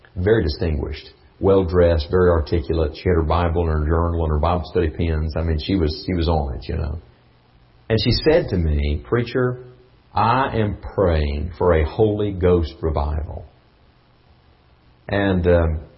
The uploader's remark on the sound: Ketha Heights Baptist Church ~ Live Broadcast